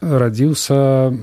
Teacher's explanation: Адразу заўважаецца цвёрдае вымаўленне постфіксаў са, со у дзеясловаў